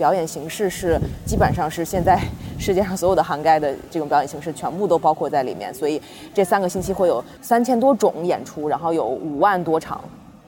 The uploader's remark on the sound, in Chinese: 是在爱丁堡市中心的 Princess Garden 露天录制的（环境音警告）。2017年Fringe现场录制特别节目。